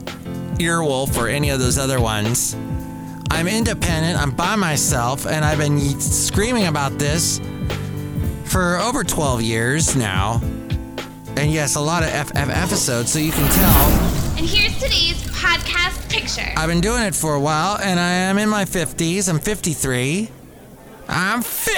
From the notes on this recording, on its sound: podcasts live from Cafe Anyway